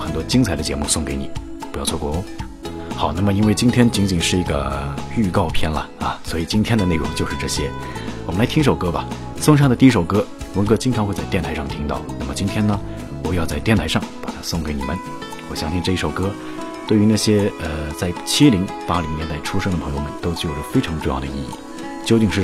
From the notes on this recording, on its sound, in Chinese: 日本实地录音